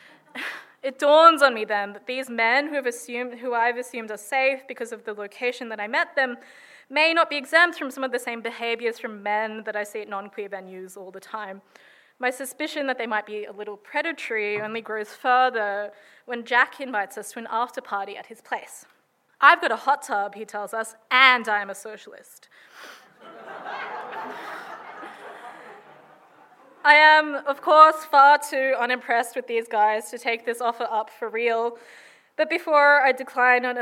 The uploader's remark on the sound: Recorded at Riverside Theatres in Paramatta in 2022.